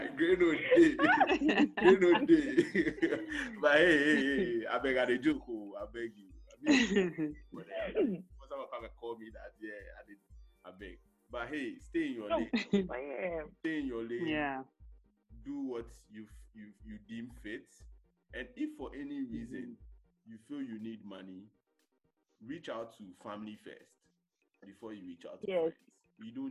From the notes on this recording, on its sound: With crew still recording remotely